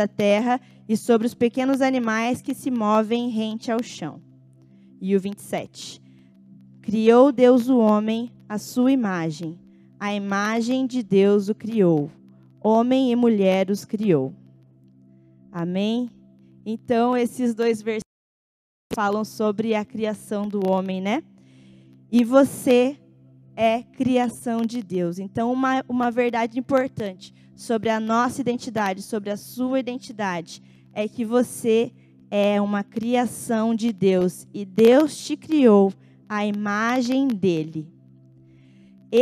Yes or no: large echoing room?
yes